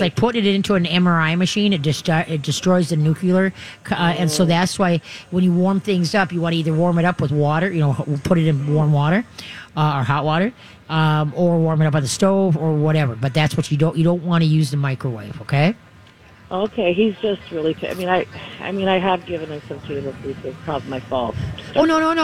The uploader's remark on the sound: Live from the MyTalk booth at the MN State Fair to take your dog and cat questions.